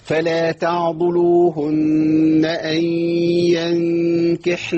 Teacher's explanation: النون المخفى عند الكاف. لازم اظبط الغنة دي